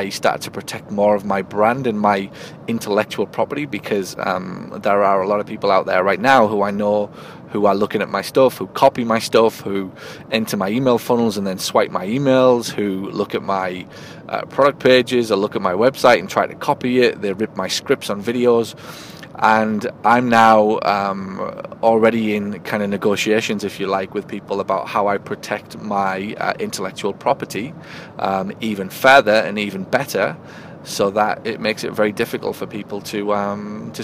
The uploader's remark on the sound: It's the end of my “Q3” Meeting and I’m driving back to my home town of “Hartlepool”, reflecting on my learning from the event.